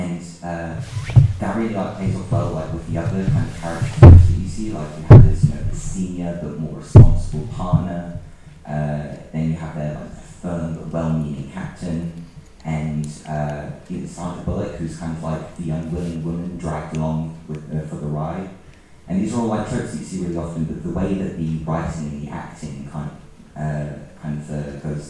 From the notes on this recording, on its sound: Screened for the Film at Falmouth 2019 Freshers audience at The Poly in Falmouth. Co-hosting the live event.